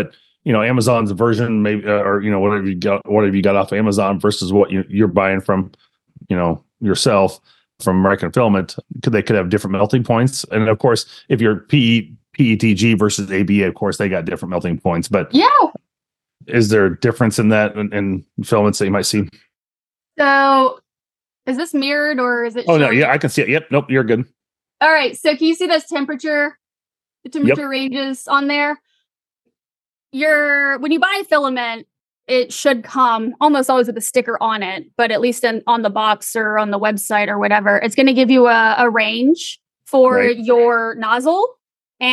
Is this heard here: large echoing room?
no